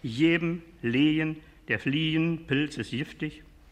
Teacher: Das hochdeutsche G wird im Berlinischen wie auch im Obersächsischen zu J